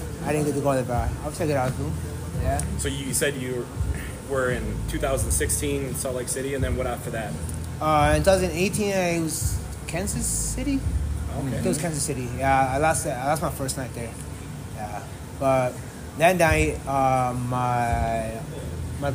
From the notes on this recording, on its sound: we’re on location at the CMB Boxing Gym in Burnsville